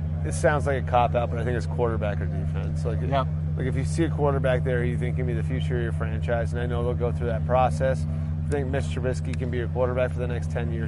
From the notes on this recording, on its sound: Live at the Combine. At the 2017 Combine in Indianapolis.